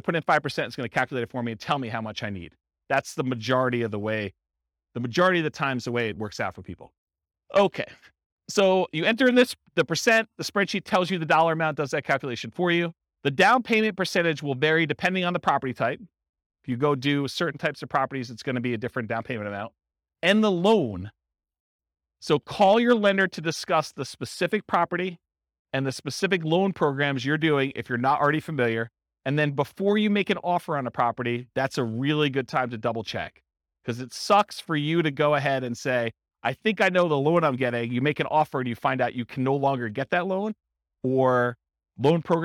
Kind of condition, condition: setting, live audience